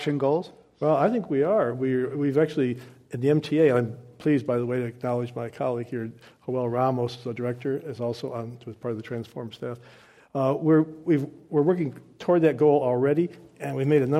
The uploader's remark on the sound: This program was recorded in front of a live audience at the Commonwealth Club of California on June 22, 2015.